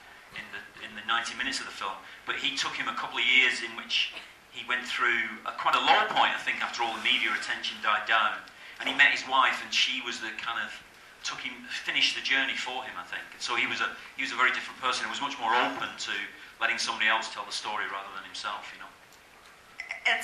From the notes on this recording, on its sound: an audience q+a recorded after a screening the night before the roundtable was held